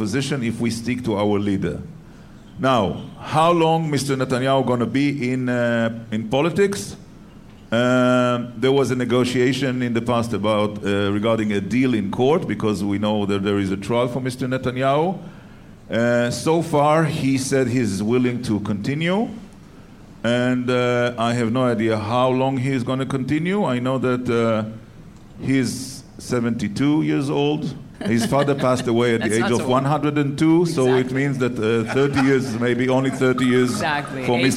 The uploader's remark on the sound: as part of the first-ever live taping of The CJN Daily